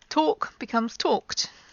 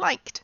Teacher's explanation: add like a D sound to the end of the word, but it doesn't get its own syllable and it doesn't have its own id sound.